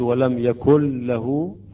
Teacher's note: يجب أن نقرأ الإدغام بدون أن نأتي بالغنة ولا نتأخر على الحرف مقدار حركتين · Term: الإدغام بلا غنة